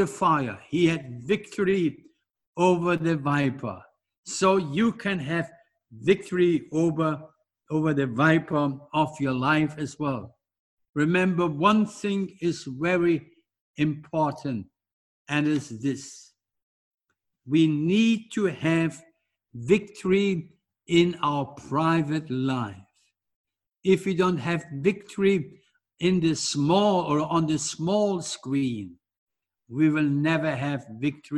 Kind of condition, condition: setting, large echoing room